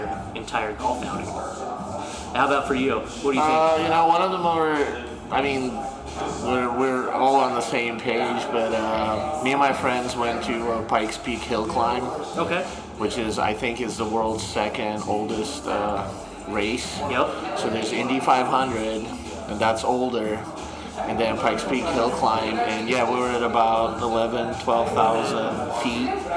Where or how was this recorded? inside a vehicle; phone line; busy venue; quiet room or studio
busy venue